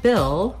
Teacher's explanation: When I'm saying Bill, I just basically go right from that ih sound into my L sound. I don't have to do anything special for that L.